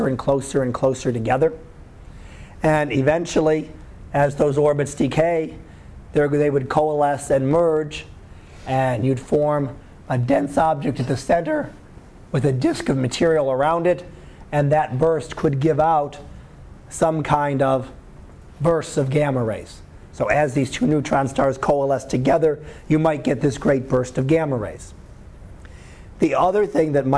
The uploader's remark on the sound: Live Class Lecture 2013 Jun 13